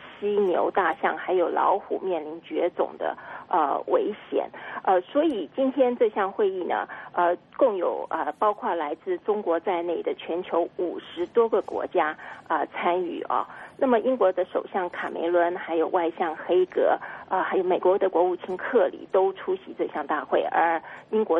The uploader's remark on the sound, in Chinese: 电话连线